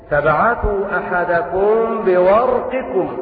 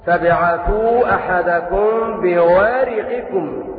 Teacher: والراء مفخمة لأنها ساكنة بعد فتح · Shown in: first take